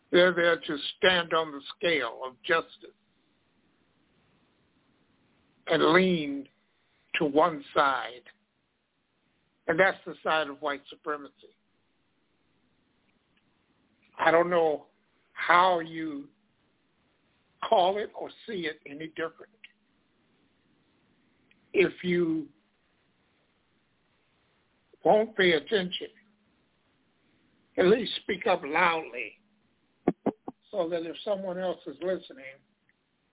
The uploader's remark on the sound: Live & Call-In